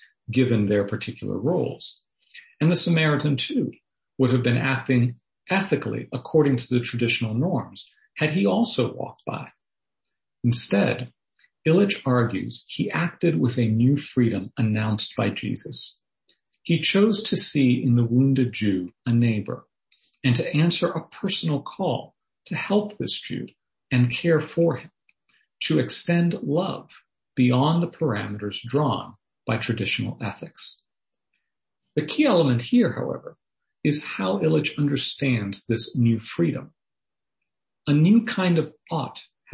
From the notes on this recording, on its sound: Was delivered as a Zoom webinar on Wednesday, March 3rd.